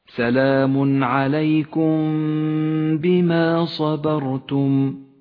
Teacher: ومن صلح بعد ذلك حكم الإخفاء الشفوي في قوله تعالى سلام عليكم بما صبرتم عليكم بما، الميم الساكنة جاء بعدها حرف الباء، نخفي الميم بالباء مع بقاء غنة للميم زمنها حركتان